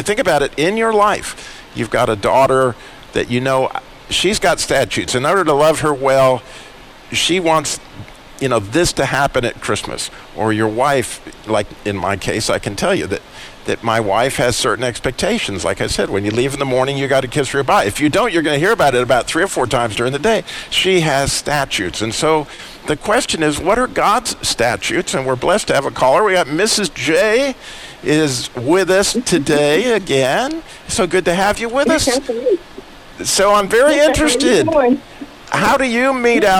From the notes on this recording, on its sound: Live Today from The Butcher Block in Downtown Winston Salem. Live Today from The Butcher Block in Downtown Winston Salem.